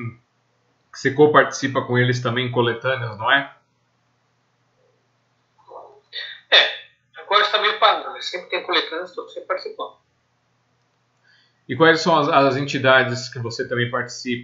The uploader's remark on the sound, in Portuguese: terceira live entrevista, realizada quinta-feira 30/04/2020